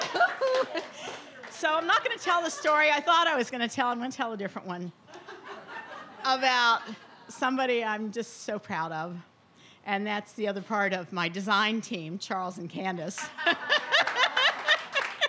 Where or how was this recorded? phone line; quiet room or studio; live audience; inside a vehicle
live audience